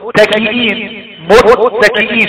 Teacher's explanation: شوف التاء في المتكئين تحس فيها شدة، بينحبس الصوت · Term: الشدة